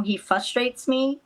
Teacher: she does not pronounce the R in frustrate